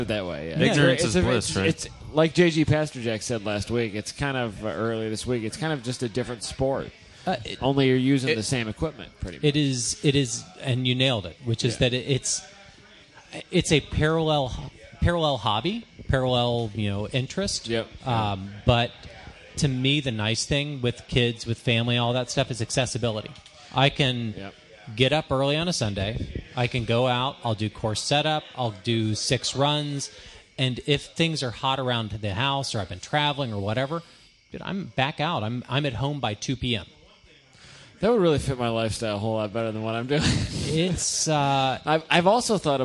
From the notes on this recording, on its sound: From ITR Expo 2015.